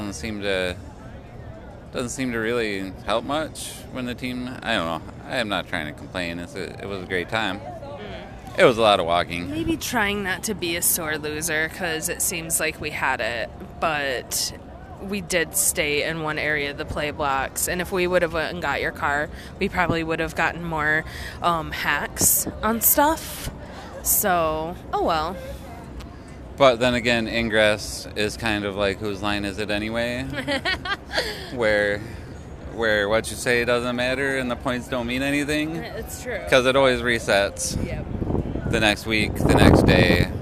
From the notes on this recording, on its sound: In this field recorded bonus episode we describe our experiences as we play Ingress in Chicago with hundreds of other agents. We conduct several short interviews with others about the days experience and even previous anomaly experiences.